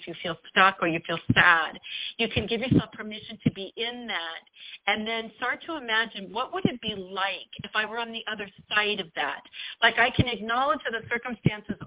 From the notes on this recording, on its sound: WE ARE TAKING YOUR CALLS LIVE In the 2nd half of the show!